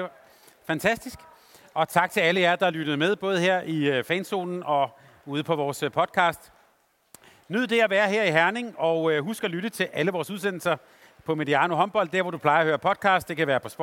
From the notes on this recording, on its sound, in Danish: Live fra Boxen. Torsdag var vi på plads på scenen i Fanzonen i Boxen forud for Danmarks første kamp i mellemrunden mod Japan. Foran et live publikum.